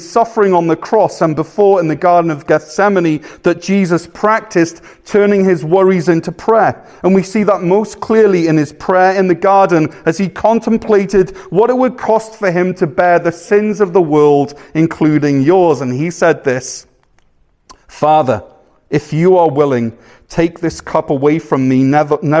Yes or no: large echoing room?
yes